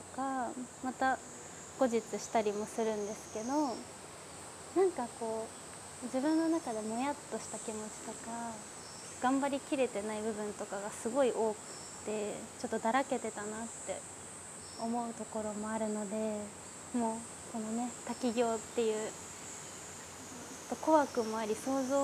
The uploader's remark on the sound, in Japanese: 滝行を終えて森の中からお届け。